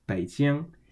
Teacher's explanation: B-E-I in the third tone, Bei, and then J-I-N-G in the first tone, Jing